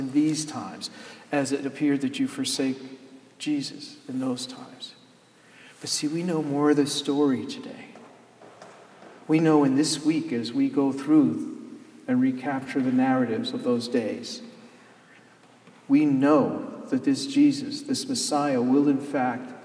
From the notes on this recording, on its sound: Sermon Delivered on Palm Sunday, Jan hus Presbyterian Church and Neighborhood House, NYC